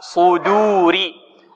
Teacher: مرققة. في صو، الصاد مفخمة، والدال مرققة